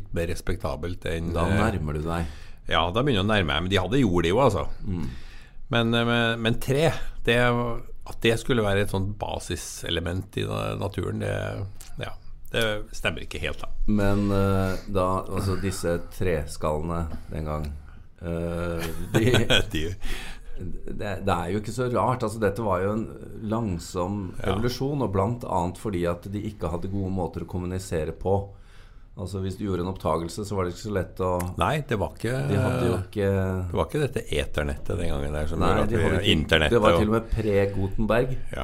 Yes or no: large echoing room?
no